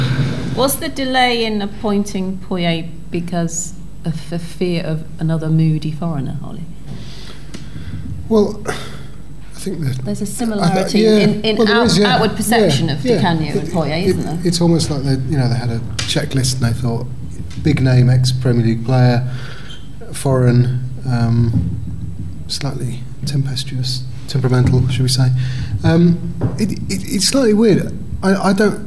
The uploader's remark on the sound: Live from Newcastle.